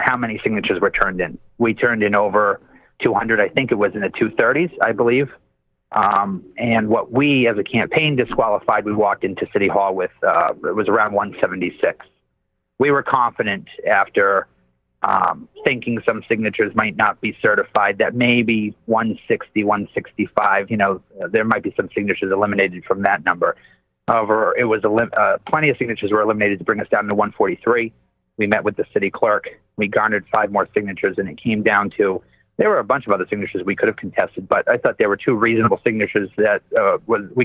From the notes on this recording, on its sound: Saturdays, 6pm ET live on WEMF Radio. On the phone.